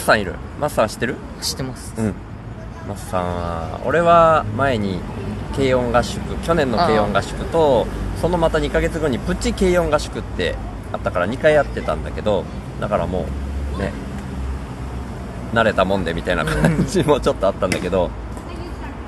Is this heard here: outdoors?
yes